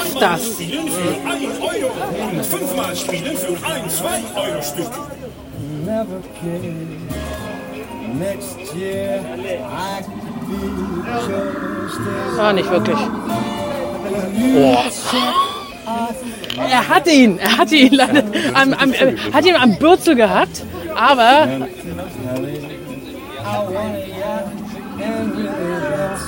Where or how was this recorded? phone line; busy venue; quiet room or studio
busy venue